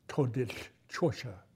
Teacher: And I can pronounce it, which is a great achievement because Navajo is hard to pronounce. It has a voiceless L, for example, so you expel breath on both sides of the mouth.